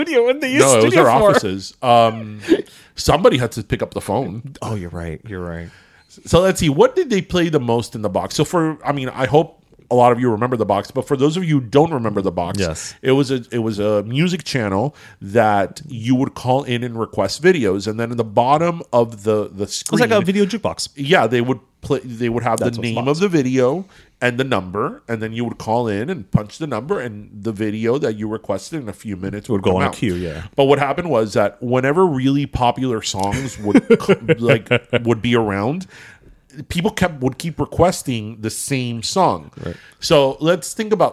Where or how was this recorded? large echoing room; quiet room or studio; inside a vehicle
quiet room or studio